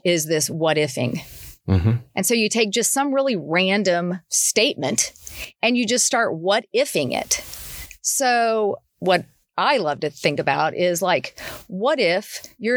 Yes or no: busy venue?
no